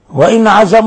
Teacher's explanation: ننطق بالنون مظهرة من غير أن نضغط عليها، من غير غنة فيها · Term: إظهار حلقي